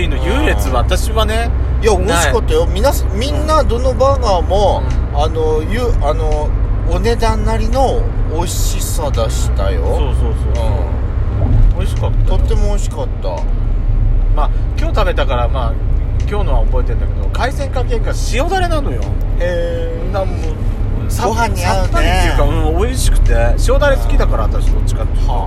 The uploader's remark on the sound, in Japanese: ドスドライブ収録。ロードノイズゴメンね。